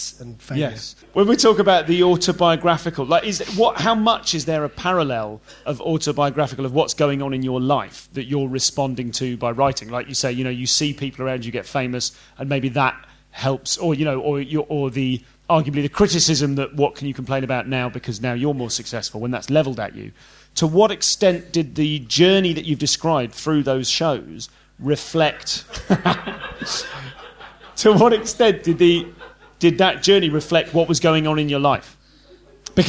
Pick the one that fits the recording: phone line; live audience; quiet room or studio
live audience